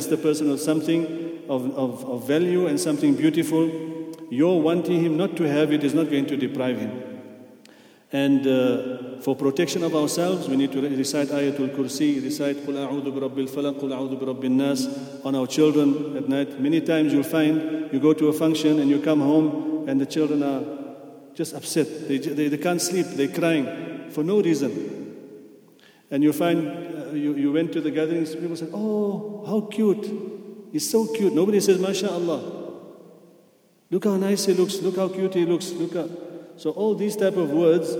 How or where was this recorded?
large echoing room